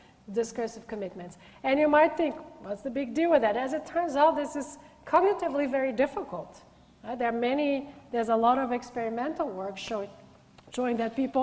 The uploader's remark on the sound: gives a public lecture